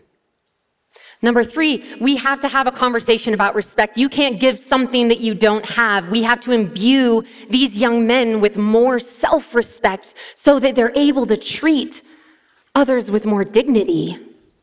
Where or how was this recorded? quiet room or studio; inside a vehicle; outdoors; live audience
live audience